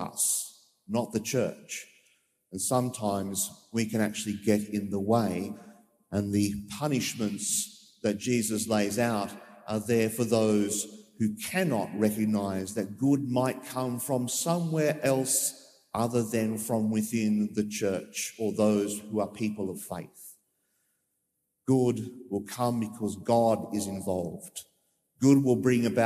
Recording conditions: large echoing room